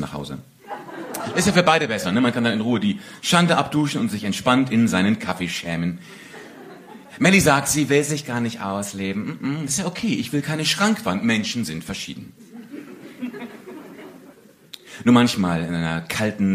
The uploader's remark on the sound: Poetry Slam Audio